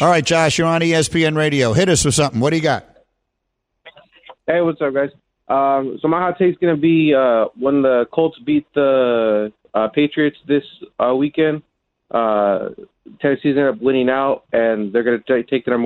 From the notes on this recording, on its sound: we open the phones and get your hot takes